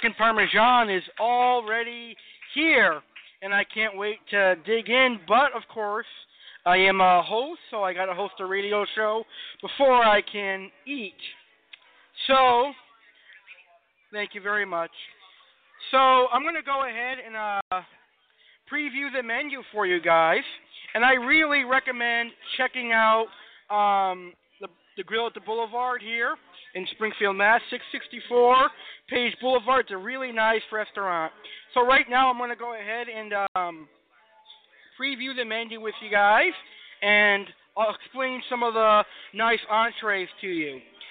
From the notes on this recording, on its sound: AVN Live on Location Broadcast: The Grill at the Boulevard. This will be my first time doing one at a restaurant.